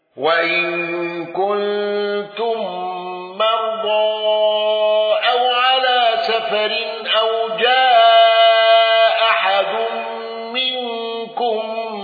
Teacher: الأصبهاني بالنقل وتسهيل الهمز الثانية